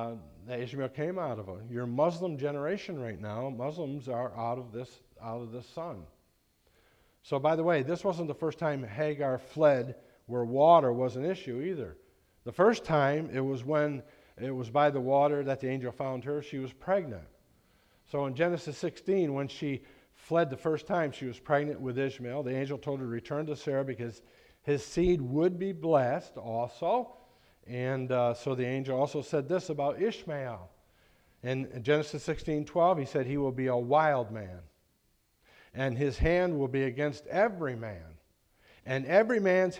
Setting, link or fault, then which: setting, large echoing room